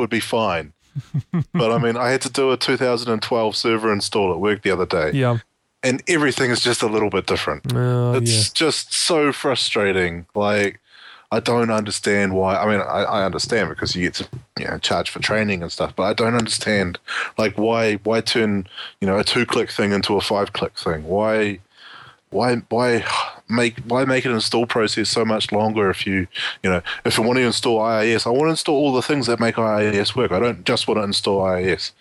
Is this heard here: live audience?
no